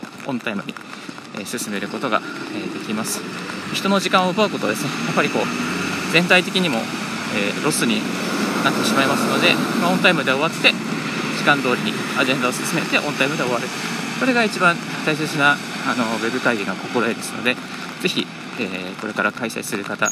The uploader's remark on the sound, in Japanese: 歩きながらラジオ配信